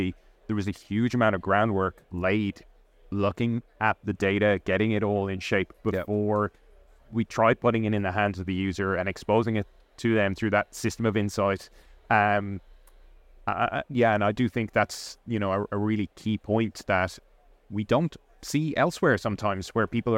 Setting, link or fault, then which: setting, busy venue